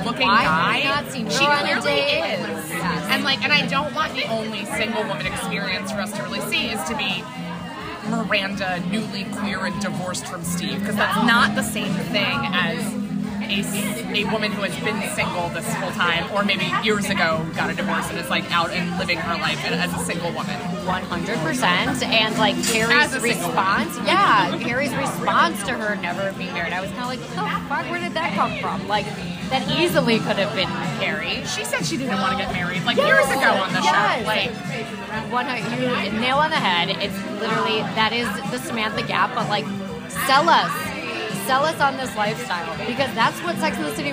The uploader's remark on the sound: Reporting Live from Cervo’s over oysters (fried and raw), prawns and piri piri chicken